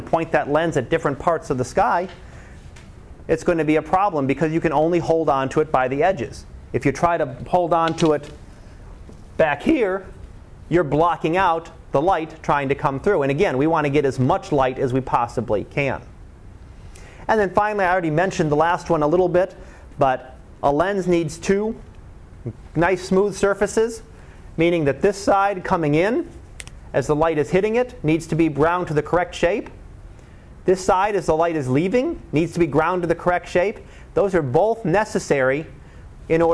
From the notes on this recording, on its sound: Live Class Lecture.